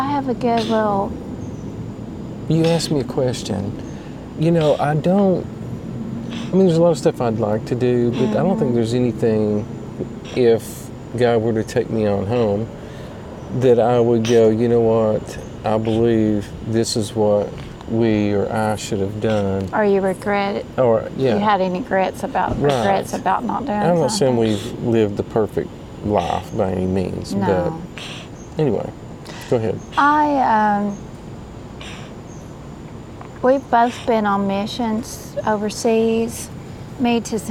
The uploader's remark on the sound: Myrtle Beach South Carolina KOA sitting around the campfire roasting marsh mellows